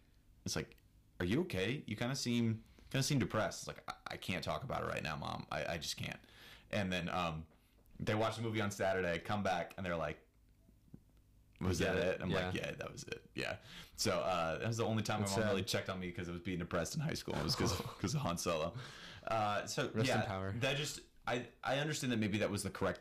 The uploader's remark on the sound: sorry for the audio quality we get kinda loud